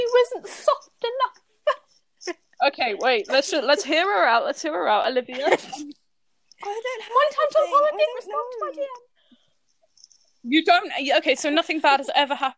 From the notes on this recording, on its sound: TECHNICAL DIFFICULTIES!! Yes, everyone mics messed up today.